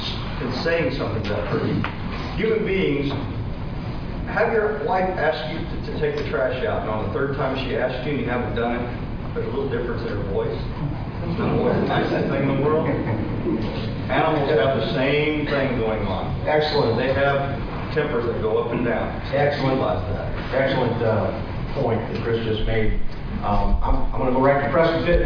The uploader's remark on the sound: Grand National Turkey Calling Champions Panel from the 2018 NWTF Convention and Sports Show in Nashville. This is a panel of 7 or 8 of the former Grand National Turkey Calling Champions.